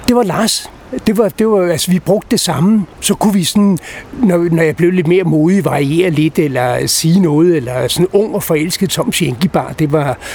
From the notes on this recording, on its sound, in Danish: Optaget på Nimb Bar, Tivoli, København.